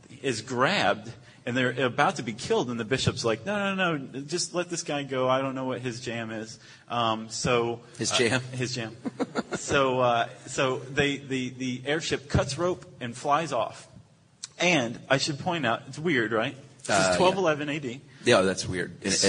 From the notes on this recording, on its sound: SYSK Live from SXSW. Ditch the studio and head west -- south by southwest, in fact -- to record a live podcast in Austin, Texas.